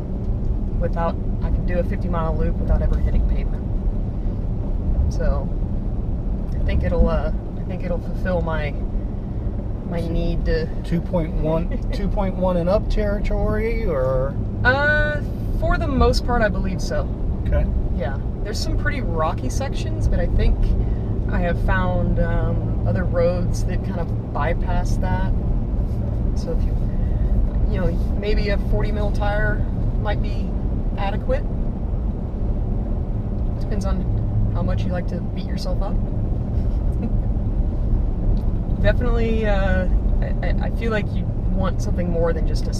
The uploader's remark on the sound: Scouting a route. Some background noise while driving around.